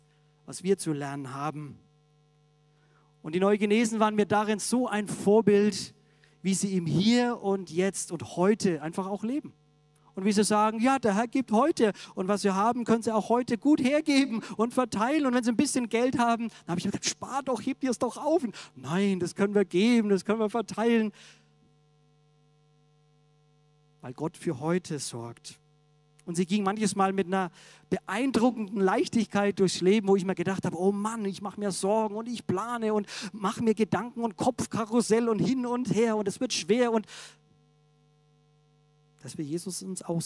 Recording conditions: large echoing room